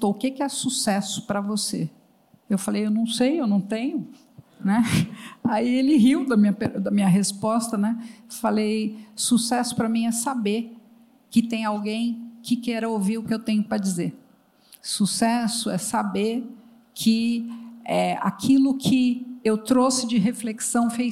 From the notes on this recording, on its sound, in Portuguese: no palco do G4 Day